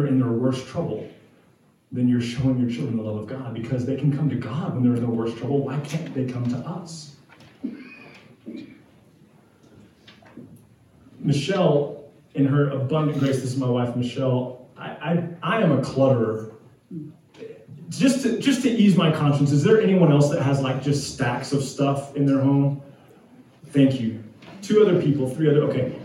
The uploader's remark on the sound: We apologize for the video and audio quality, some technical difficulties lead us to record with an iPhone this week.